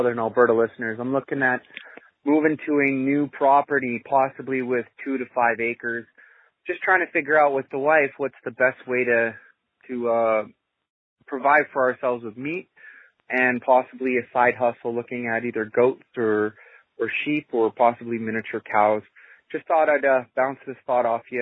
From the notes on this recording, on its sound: Listener Calls. Today on The Survival Podcast I take your phone calls.